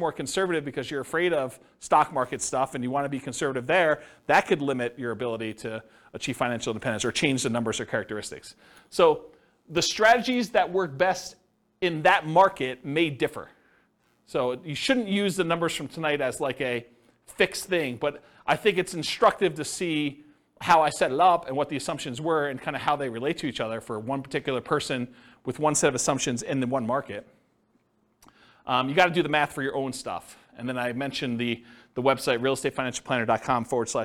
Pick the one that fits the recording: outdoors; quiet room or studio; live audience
live audience